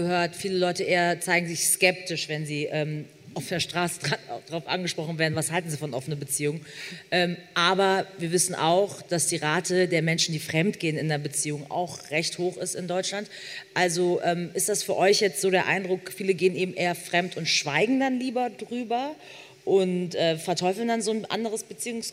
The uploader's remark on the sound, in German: Beim Podcastfestival in Hamburg